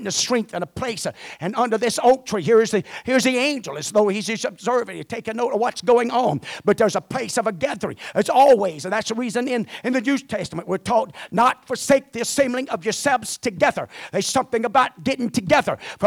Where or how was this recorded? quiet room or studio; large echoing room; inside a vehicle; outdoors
large echoing room